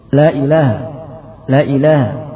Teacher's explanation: Kesalahan pertama adalah memendekkan lam yang pertama sehingga menjadi la ilaha.